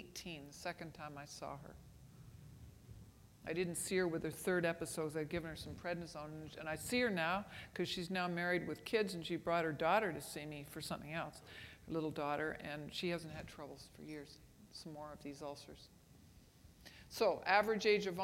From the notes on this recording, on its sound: Was recorded at the 2013 Summer SDPA Conference in St. Louis.